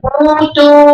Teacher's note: فخمتي او الهمزه وفخمتي التاء وبناء عليه تفخم المد الذي بعدها